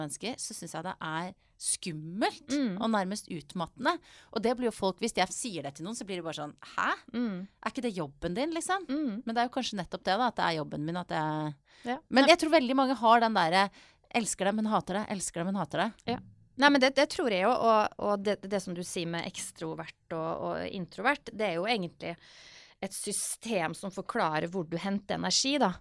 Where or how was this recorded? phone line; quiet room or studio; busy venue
quiet room or studio